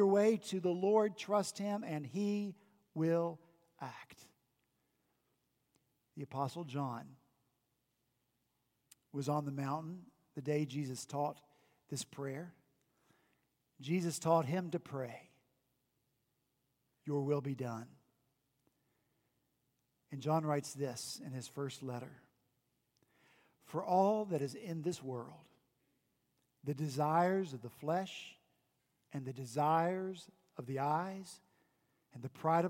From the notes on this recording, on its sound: At Redeemer Presbyterian Church in Charleston, SC.